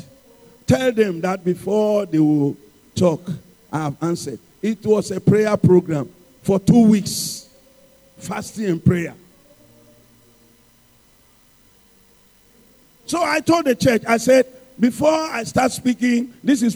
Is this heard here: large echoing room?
yes